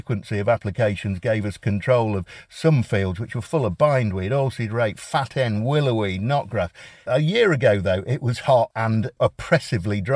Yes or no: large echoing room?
no